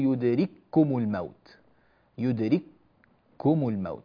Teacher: من ذلك قوله تعالى في كمثال للكاف مع الكاف في كلمة واحدة: أينما تكونوا يدرككم الموت، يدرككم الموت، فندغم الكاف في الكاف فتصير كافا واحدة مشددة